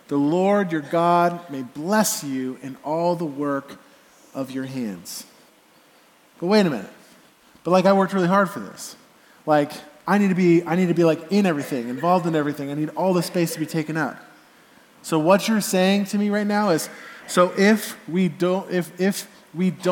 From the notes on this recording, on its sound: Message delivered at the Benicia campus